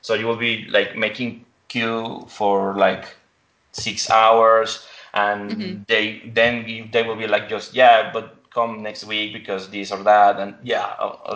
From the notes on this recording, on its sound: In a recent Skype interview.